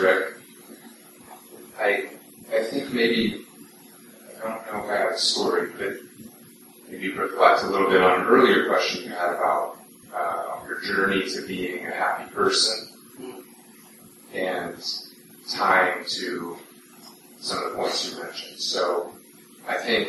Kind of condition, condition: fault, poor sound quality